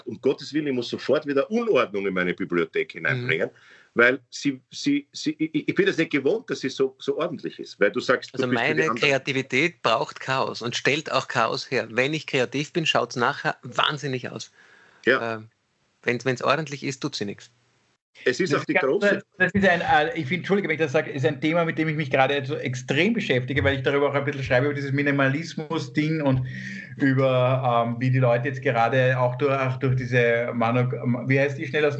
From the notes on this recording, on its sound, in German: Aufzeichnung einer ZOOM Session